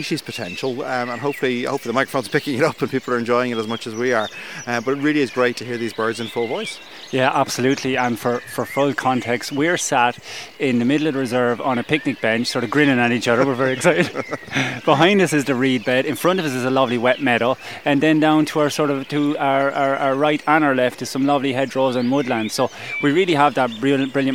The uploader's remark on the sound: Dawn Chorus Live From East Coast Nature Reserve. BirdWatch Ireland's East Coast Nature Reserve (ECNR) in Newcastle, Co. The soundscape in this episode is rich and textured. As the sun rises, Blackbirds and Song Thrushes are first off the mark, with the smaller species joining the chorus as darkness fades. We hear the constant backdrop of the dawn chorus behind them, building as the episode progresses.